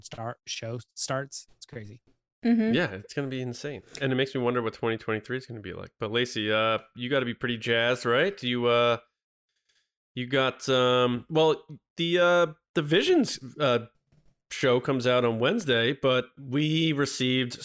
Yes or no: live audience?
no